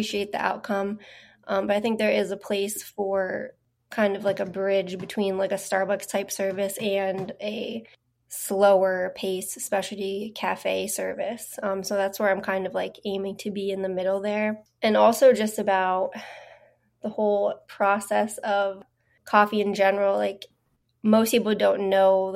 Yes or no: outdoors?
no